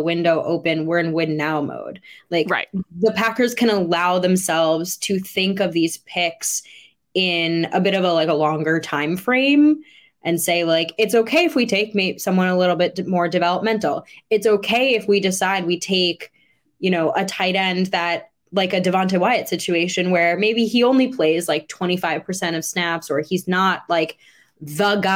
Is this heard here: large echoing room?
no